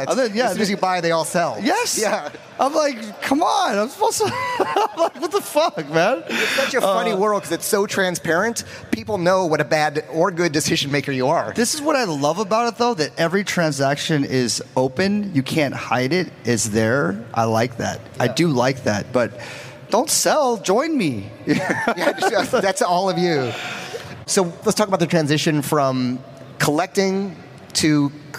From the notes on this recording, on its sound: a keynote discussion coming straight from NFT LA